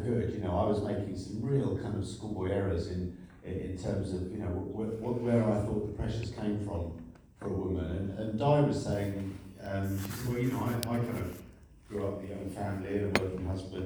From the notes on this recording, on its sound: The first panel from the Darkside of Brighton held on the Old Ship Hotel on 28th October 2023.